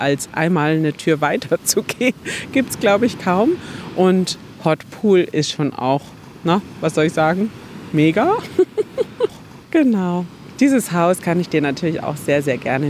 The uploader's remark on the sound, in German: Da ich die Episode auf Wunsch einiger Hörer*innen wieder einmal am Strand aufgenommen habe, mach dich bitte auf Wellenrauschen im Hintergrund gefasst…